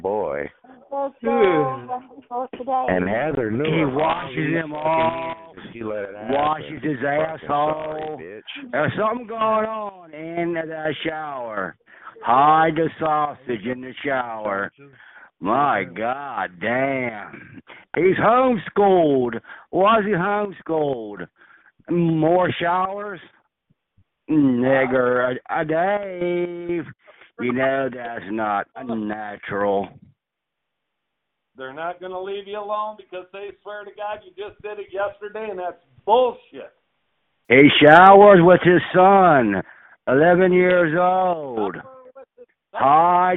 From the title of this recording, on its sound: Conference Call